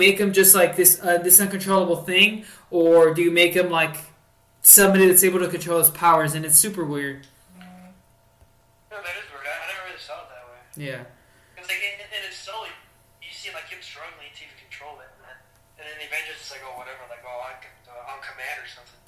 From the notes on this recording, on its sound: Also, note to self: Never record in an empty room. Sorry for the last 20 minutes of the show being cut off.